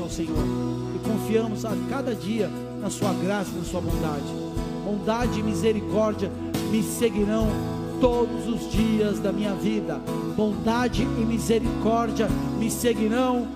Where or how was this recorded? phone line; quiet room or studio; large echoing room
large echoing room